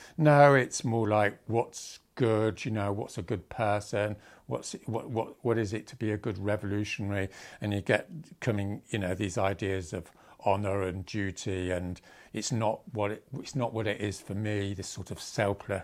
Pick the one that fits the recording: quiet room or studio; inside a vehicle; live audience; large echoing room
quiet room or studio